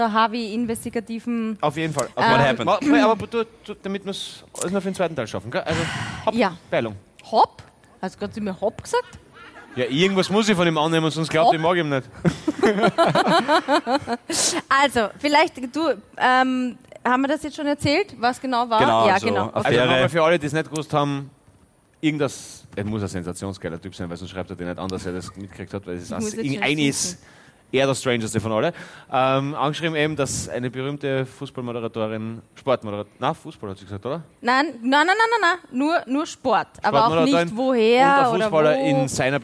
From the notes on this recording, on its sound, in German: Hawi D'Ehre LIVE - WIEN. Aus dem Theater im Park, Wien.